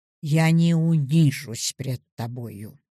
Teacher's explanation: Ударное слово, как и его хвост, падает вниз, завершается точкой. · Term: Завершение